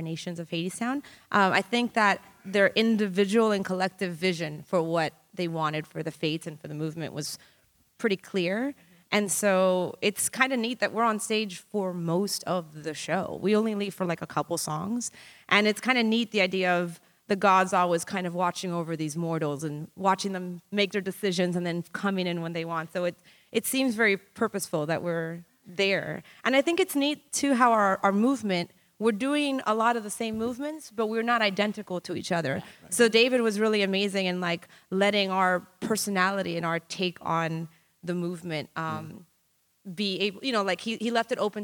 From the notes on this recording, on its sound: This week’s episode is a special live taping from the mainstage at BroadwayCon!